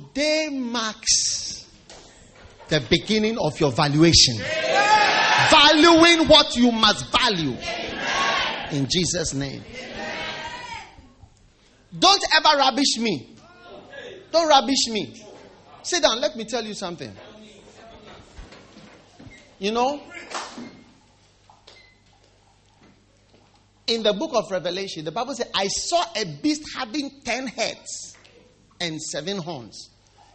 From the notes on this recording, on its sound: Preached at the First Love Church, Wisconsin University.